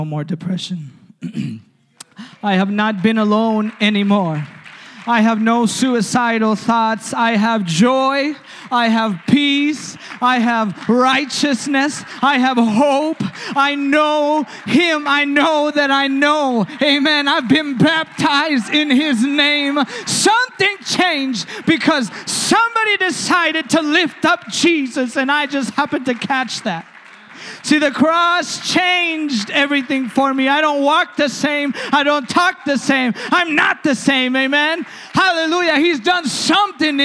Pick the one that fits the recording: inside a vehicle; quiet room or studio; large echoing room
large echoing room